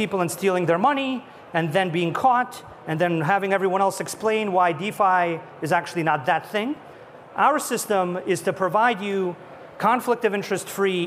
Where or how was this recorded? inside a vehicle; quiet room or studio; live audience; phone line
live audience